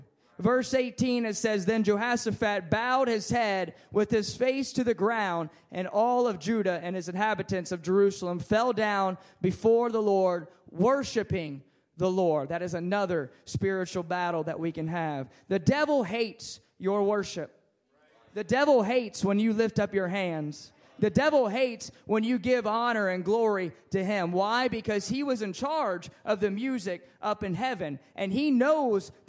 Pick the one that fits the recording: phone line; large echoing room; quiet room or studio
large echoing room